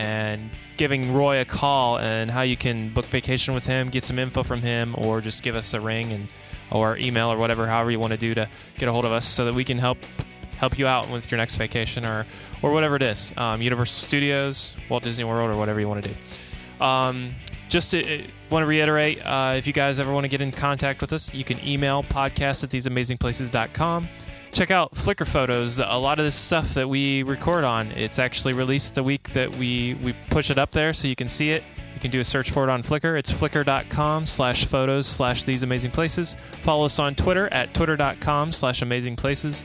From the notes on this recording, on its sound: Live in Hollywood Studios- Disney World. This week we'll bring you a live recording from inside Disney's Hollywood Studios. Travels around the park. Interacts over Skype. We talk about many park details and catch many sounds.